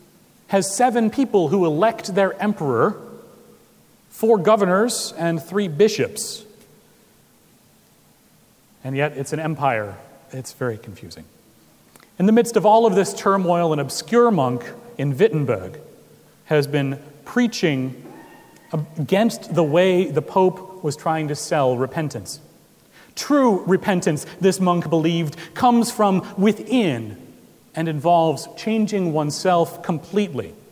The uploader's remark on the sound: Recorded October 30, 2016 at Trinity Presbyterian Church in Bixby, Okla.